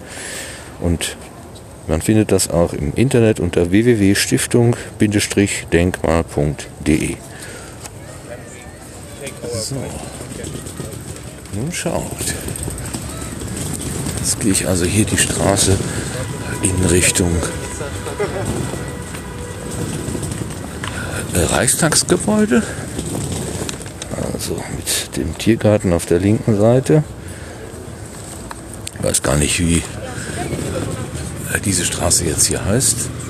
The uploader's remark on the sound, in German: Stelenfeld Berlin. Und so besuchte ich kurzerhand das Denkmal für die ermordeten Juden Europas, das Feld aus über 2000 Betonstelen. Als Aufnahmegerät hatte ich nur mein Smartphone (mit orangefarbenem Windschutz) dabei. Das Gerät hat zwar ab und zu ein paar Silben verschluckt, aber das stört die “Live-Reportage” nicht weiter.